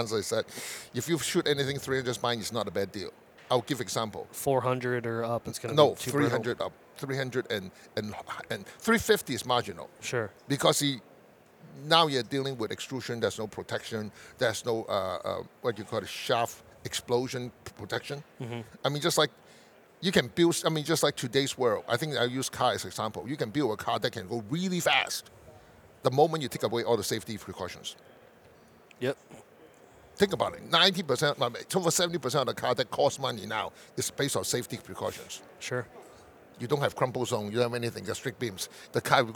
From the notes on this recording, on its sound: This recording takes place before morning #4 of the Great American Outdoor Show in Harrisburg, PA.